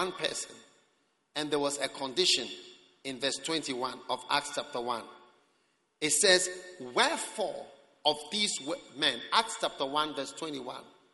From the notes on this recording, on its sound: Preached at the Prophetic Encounter Service.